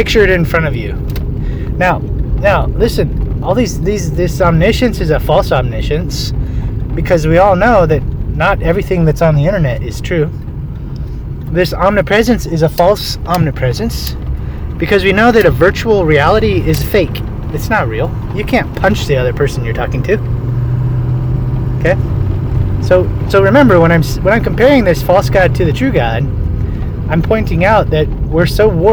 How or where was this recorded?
inside a vehicle